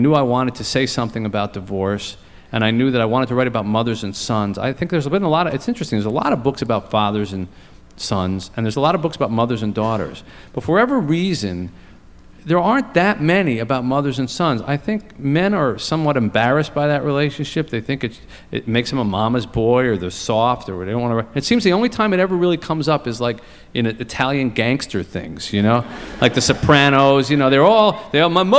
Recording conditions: live audience